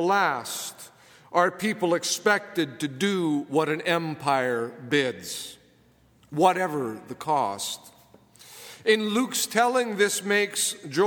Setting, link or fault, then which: setting, large echoing room